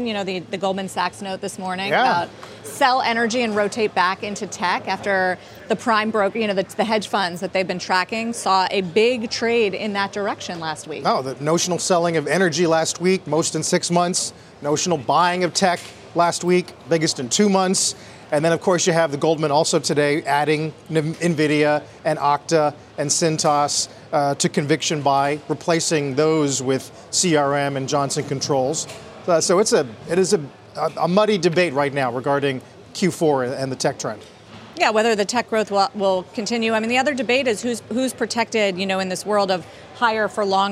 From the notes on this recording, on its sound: Joined the anchors live at Post 9.